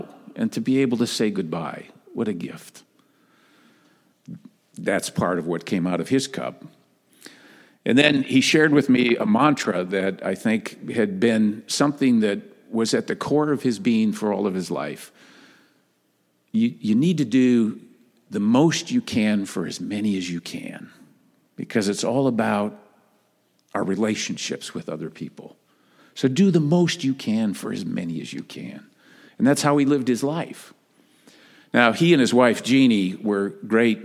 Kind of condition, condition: setting, large echoing room